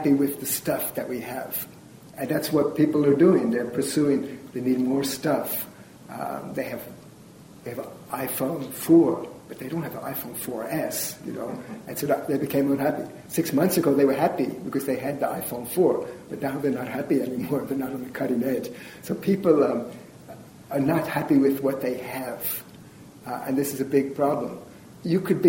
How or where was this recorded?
large echoing room